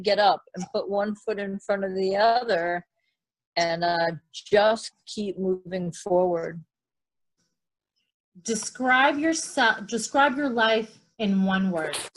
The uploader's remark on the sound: Zoom chat interview